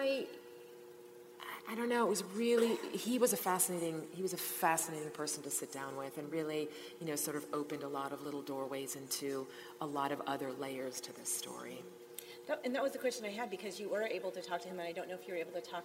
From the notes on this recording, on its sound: Once Upon a Crime LIVE at CrimeCon 2019. LIVE at CrimeCon 2019 in New Orleans.